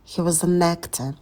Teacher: И делаем акцент на слове actor.